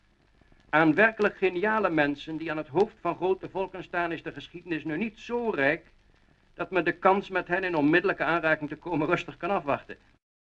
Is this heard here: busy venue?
no